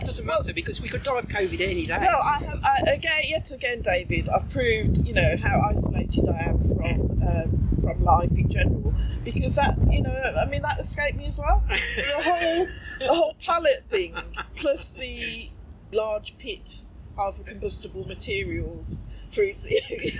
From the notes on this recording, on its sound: I'm still waiting for my better microphones so sorry about the sound!